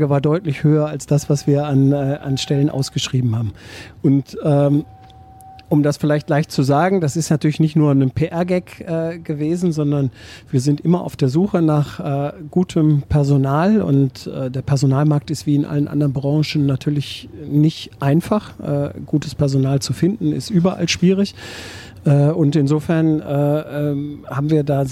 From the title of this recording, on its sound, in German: Podcast aus der Straßenbahn